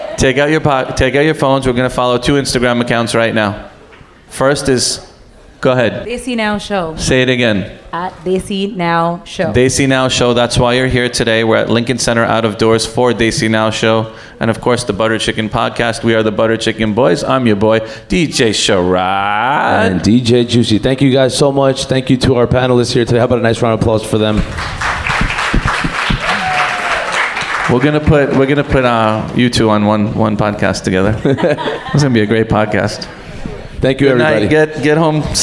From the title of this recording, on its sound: Live At Lincoln Center